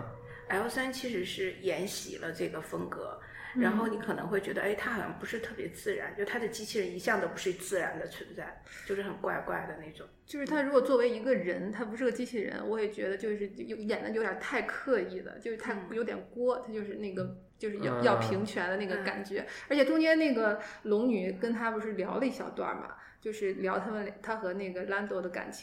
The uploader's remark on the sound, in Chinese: 这周节目是在一个比较大的办公室录音，可能回音感觉会比较强